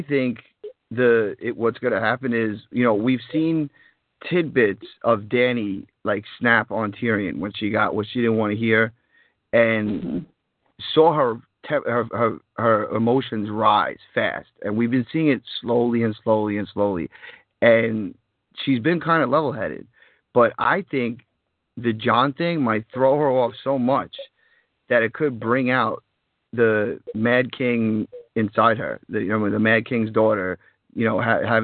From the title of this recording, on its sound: Fan Call In Show